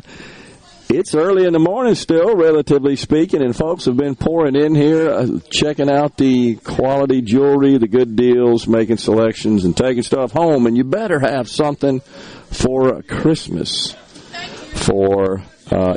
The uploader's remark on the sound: MidDays is LIVE from Carter Jewelers on High Street in Downtown Jackson as folks get their last minute Christmas shopping done